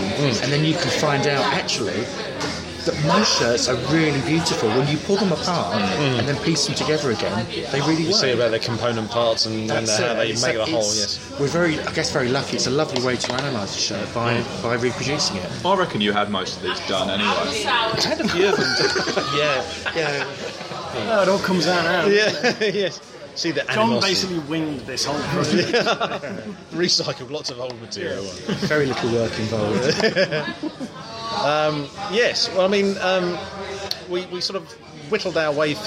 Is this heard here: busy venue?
yes